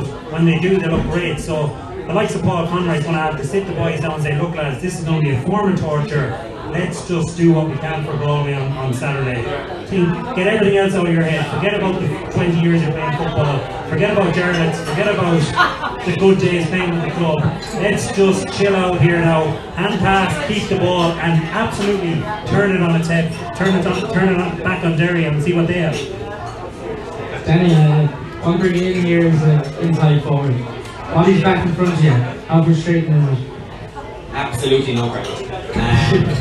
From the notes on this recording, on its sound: This week we are live from Taaffes Bar